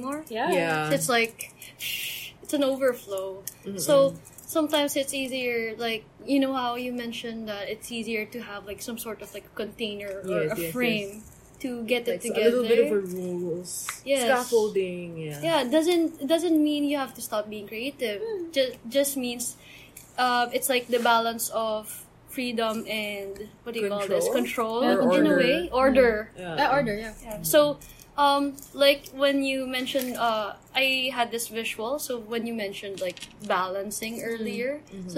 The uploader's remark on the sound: This has atmospheric sounds again.